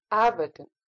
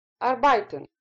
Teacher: знакомый глагол arbeiten – работать я произнесла с ударением на первый слог · Shown in: first take